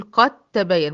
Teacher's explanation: بدخل من القاف المفتوحة على الت المشددة مباشرة، والدال هنا مش معايا في النطق خالص لانها ادغمت ادغام كامل في الت اللي وراها · Term: ادغام متجانسين